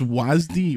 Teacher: I am adding another vowel between S and D, but I need that to make it sound like a real vowel.